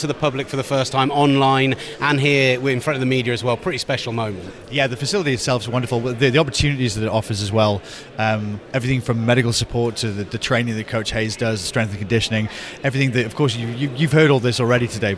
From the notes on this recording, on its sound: The Pro Wrestling Show comes live from the NXT UK PC.